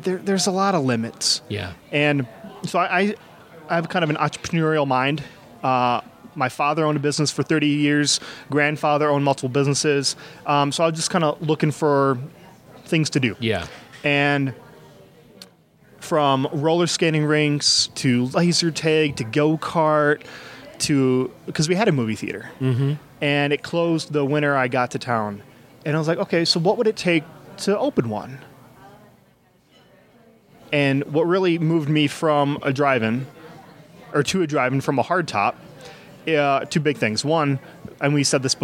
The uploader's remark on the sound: Recorded at The Raven Café in Prescott, AZ. Recorded at The Raven Café in Prescott, AZ.